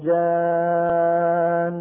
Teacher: هذه الغنة الممطوطة عند الوقف أشعر في السامع كذلك أن هذه نون في الوصل مشددة